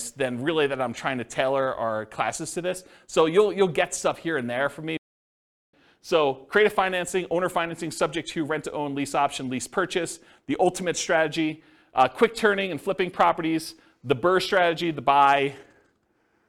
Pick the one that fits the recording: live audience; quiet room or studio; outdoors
live audience